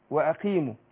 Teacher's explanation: أرقق الهمزة وبعدين إيه القاف بتاخد أدنى درجات تفخيم. أقول وأقيموا.